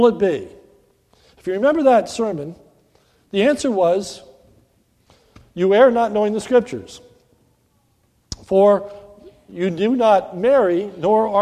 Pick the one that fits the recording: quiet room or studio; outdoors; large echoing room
large echoing room